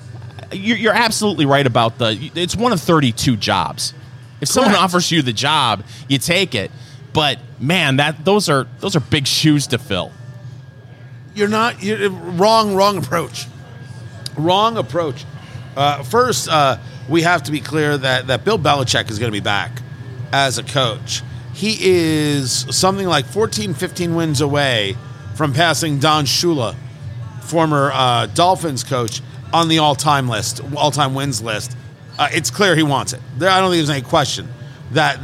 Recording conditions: busy venue